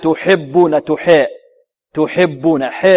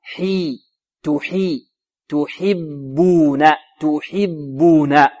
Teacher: بين الفتح والكسر، يعني حركة ممزوجة مخلوطة · Shown in: first take